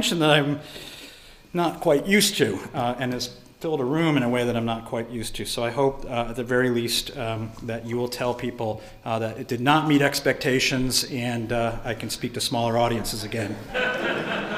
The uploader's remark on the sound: delivered this lecture on February 1, 2018 at the University of Chicago